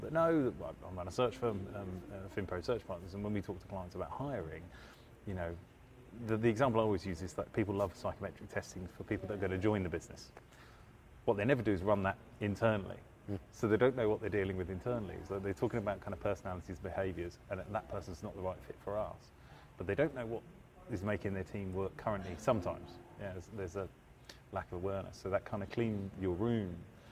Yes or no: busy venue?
yes